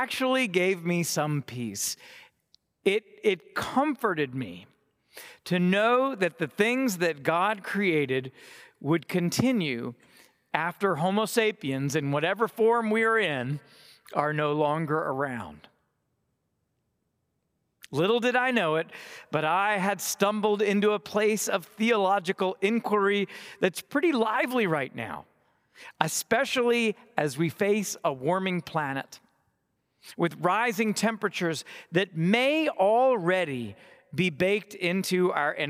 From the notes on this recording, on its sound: delivered on Ash Wednesday, 2024 from Trinity Cathedral, Cleveland.